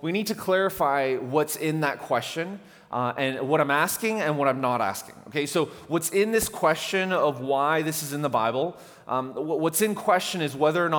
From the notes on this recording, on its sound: At The Fellowship in Nashville. Recorded live on July 14, 2019 at The Fellowship at Two Rivers.